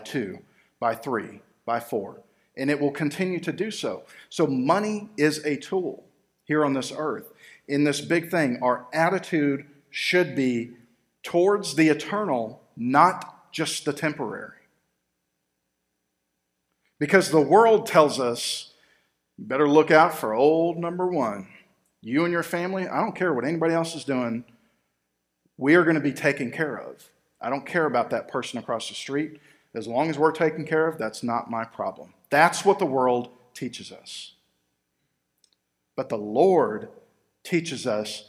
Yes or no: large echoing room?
yes